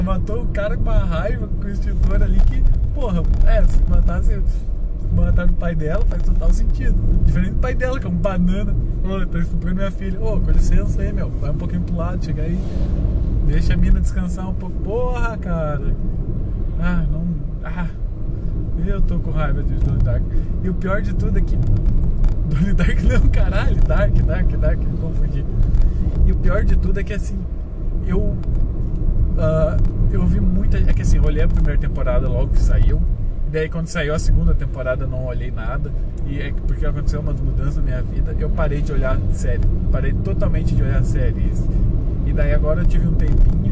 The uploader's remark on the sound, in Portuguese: Podcast gravado no carro